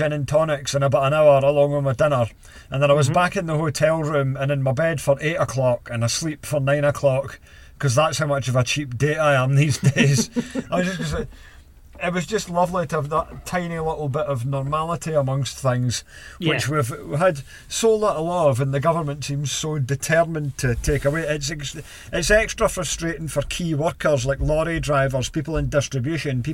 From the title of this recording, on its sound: Live from the New IVECO S-Way